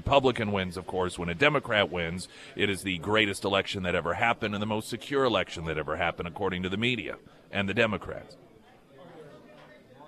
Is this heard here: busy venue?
yes